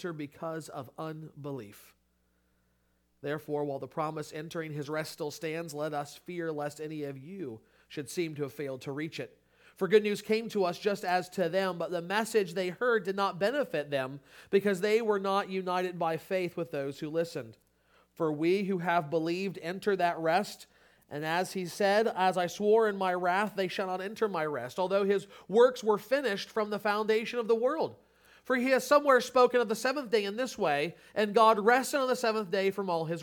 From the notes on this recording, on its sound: Sermon Audio from Crossway Christian Church.